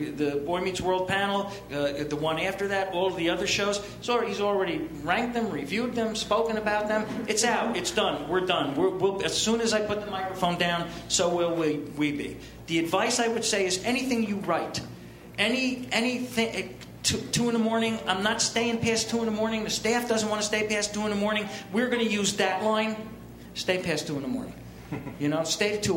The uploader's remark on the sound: Recorded at ATX Television Festival in the Stephen F. Austin ballroom in Austin, TX.